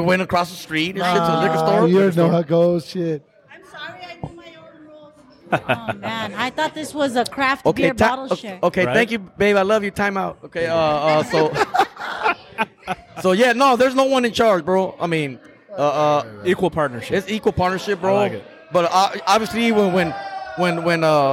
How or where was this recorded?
busy venue